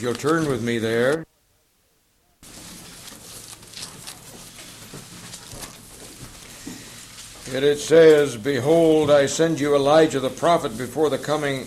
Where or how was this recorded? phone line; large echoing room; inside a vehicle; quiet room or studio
large echoing room